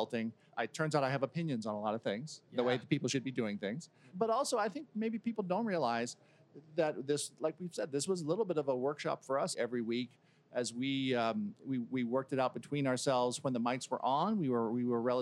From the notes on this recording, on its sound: This episode was taped live at VMworld